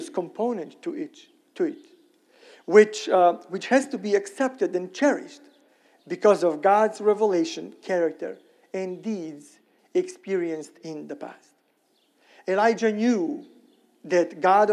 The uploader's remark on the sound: Sermon recorded at Middle East University church.